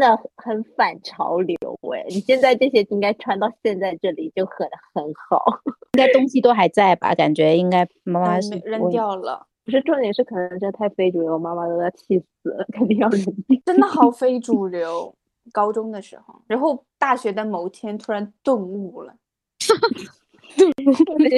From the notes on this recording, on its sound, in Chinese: 这期的音质不太好